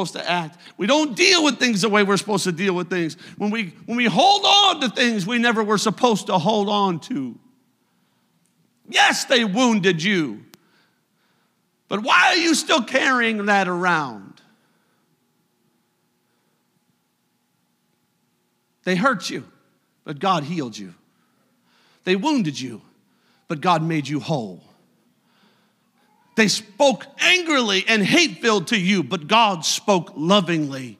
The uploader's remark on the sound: a service recording from Connect Point UPC